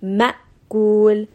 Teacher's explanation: We're not going to bring it into the jawf and say ma'akul. You want a very abrupt stopping to the sound, like almost of a jerking sound. Ma'kul. So you can hear that sound has completely stopped. · Term: Hamza